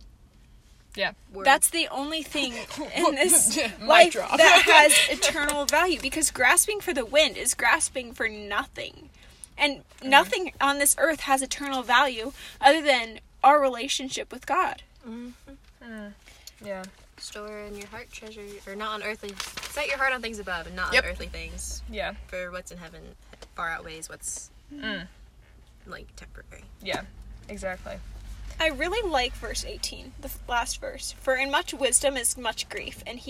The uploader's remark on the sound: Convos in the Car